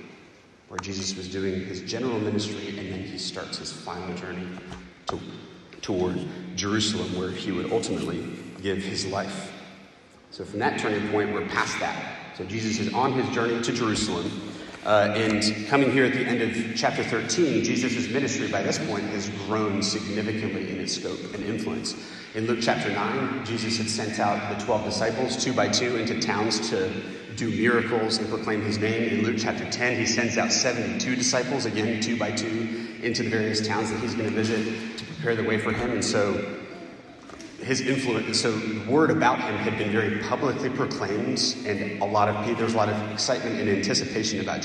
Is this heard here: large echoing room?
yes